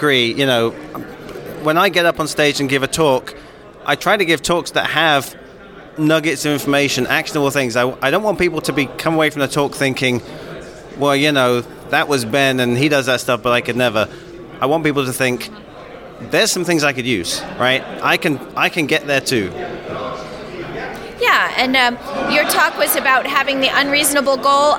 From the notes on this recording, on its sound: Record live from CppNorth 2023 in Toronto, Canada. Interview more speakers and attendees from the conference!